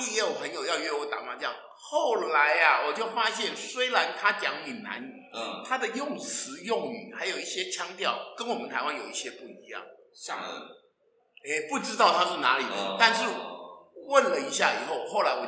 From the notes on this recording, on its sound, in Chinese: 因為第一次在教室錄音，所以出現像在防空洞裡的回音，先跟大聲說聲抱歉，也感謝您的諒解。